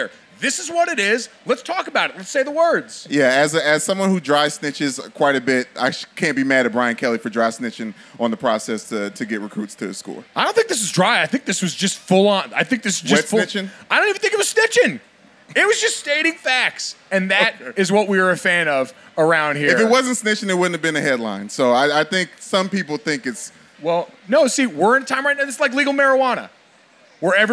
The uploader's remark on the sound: LIVE SHOW! LIVE podcast at MLB All-Star weekend in Los Angeles.